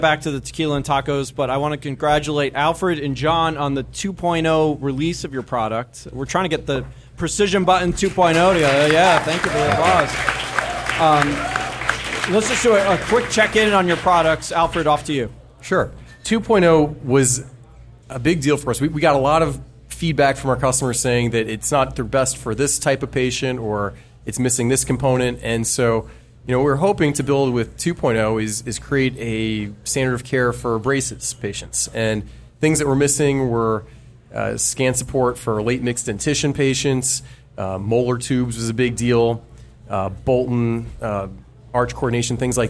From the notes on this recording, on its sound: This special episode was recorded in front of a live audience during the recent AAO in Miami. At Bodega Speakeasy during the AAO Annual Session in Miami Beach, FL.